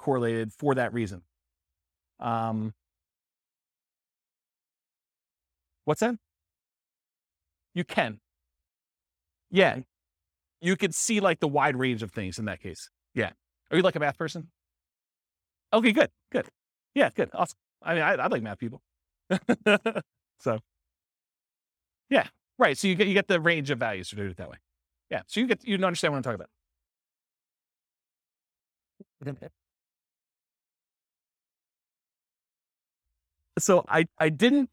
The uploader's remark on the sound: This was a live class recorded